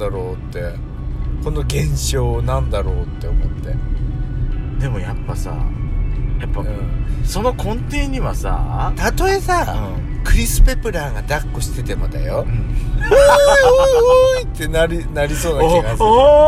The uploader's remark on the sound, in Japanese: ドスドライブ収録。ロードノイズゴメンね。